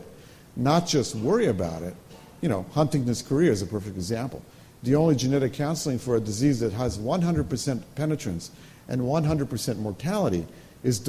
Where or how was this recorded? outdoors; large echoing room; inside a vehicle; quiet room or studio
large echoing room